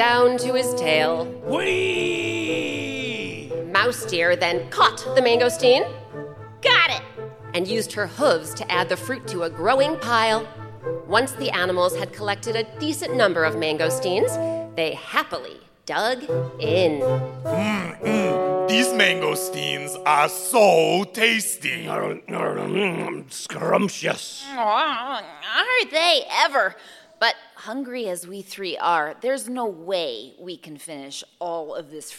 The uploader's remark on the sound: Recorded live